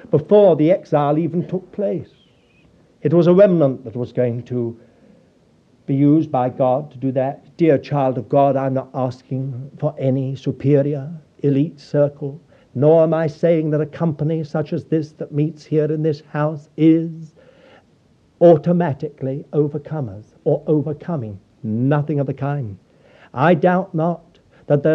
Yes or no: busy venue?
no